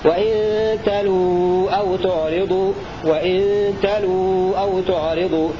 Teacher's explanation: بحذف الواو الأولى وضم اللام